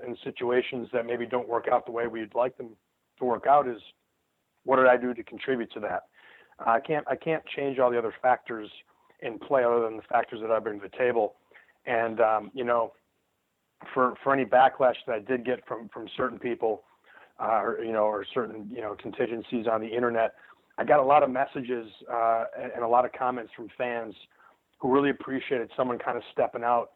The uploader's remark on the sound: This is the full audio from the Impact Media call earlier today